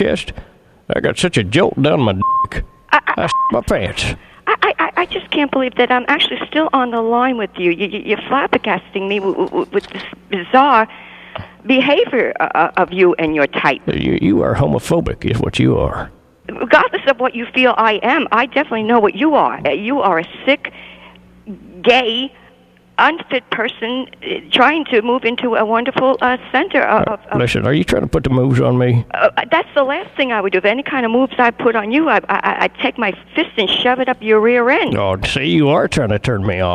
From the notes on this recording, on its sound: Prank Phone Calls